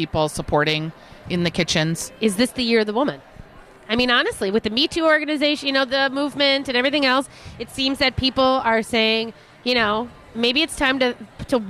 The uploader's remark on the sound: Live at Fit Fest!